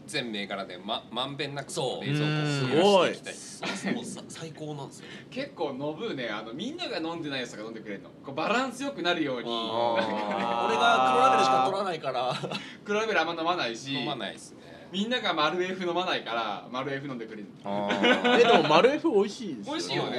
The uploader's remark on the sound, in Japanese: 屋外収録